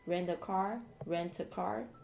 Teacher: t 在 n 前面呢，常常会弱化 rent 就是变成浊音 · Term: 浊化